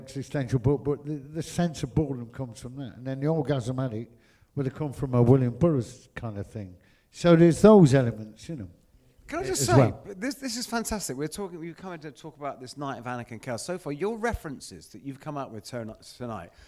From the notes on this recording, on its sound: Rockonteurs Live at the Screen on the Green. This week is our very first LIVE show.